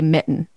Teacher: I like when people say mitten and they don't put the T in there. · Term: glottal stop